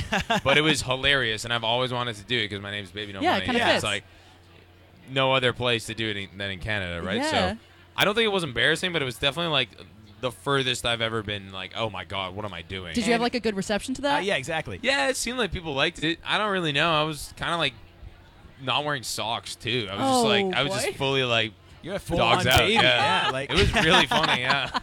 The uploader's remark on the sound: The Mix is live backstage at Lollapalooza 2023! The duo dropped by the Mix tent backstage at Lollapalooza.